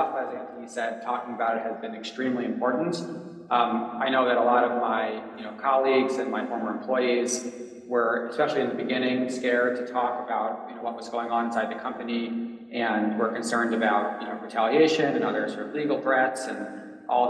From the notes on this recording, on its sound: A Consensus 2023 panel